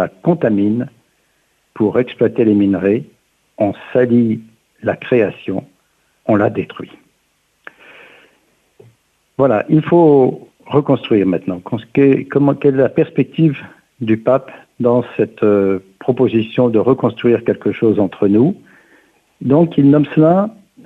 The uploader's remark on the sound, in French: reçoit aujourd’hui par téléphone